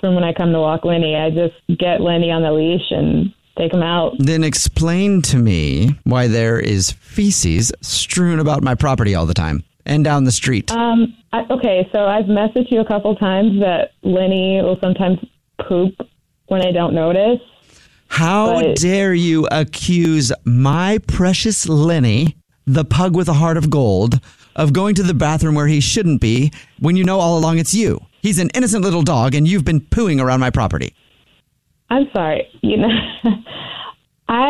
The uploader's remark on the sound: phone prank